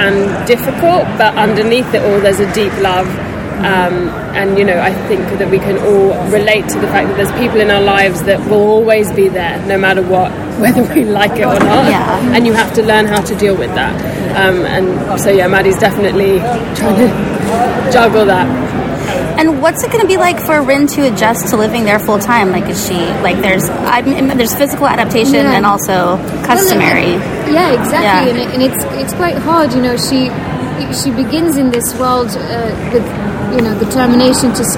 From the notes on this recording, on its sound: Sneak Peek at New York Comic Con. This is a recording from a live roundtable interview, so you’ll hear lots of our questions, plus those of other journalists.